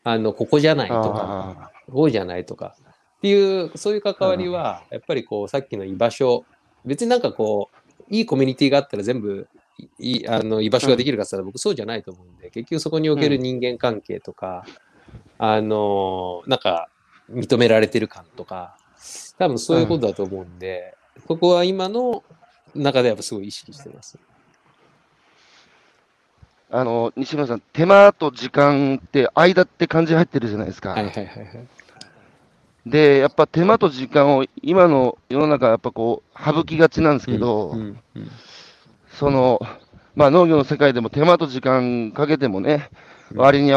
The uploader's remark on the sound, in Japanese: 歩きながら1時間、対談する